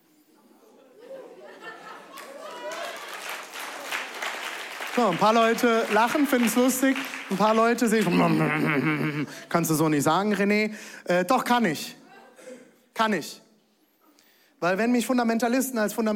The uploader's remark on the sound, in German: Audiomitschnitt der Predigt